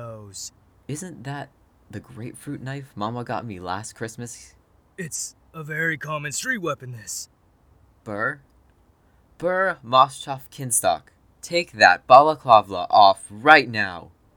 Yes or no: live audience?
no